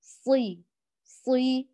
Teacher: والصاد والضاد للاستعلاء والإطباق يسحبان الصاد وحروف الإطباق إلى الأعلى وهو مكسور، أيهما يغلب الآخر؟ الإطباق والاستعلاء، لأنهما صفتي قوة، والكسرة تدل على ضعف، فبالتالي هنا يغلبان فيظل صوت الحرف قويا · Term: أدنى مراتب التفخيم